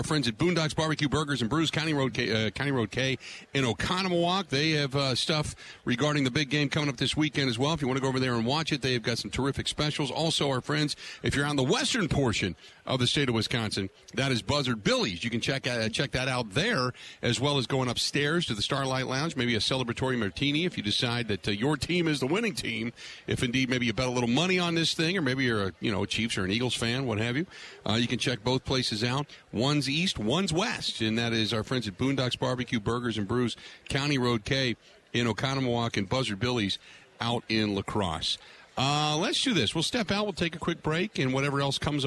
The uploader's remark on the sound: Live From Super Bowl Radio Row